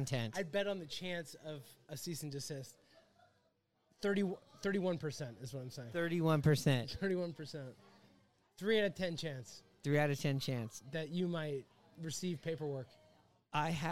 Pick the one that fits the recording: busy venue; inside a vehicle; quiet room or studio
busy venue